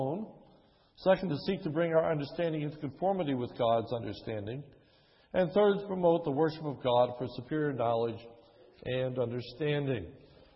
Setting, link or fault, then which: setting, large echoing room